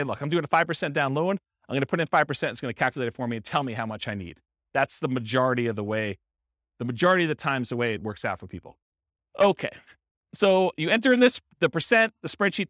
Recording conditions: live audience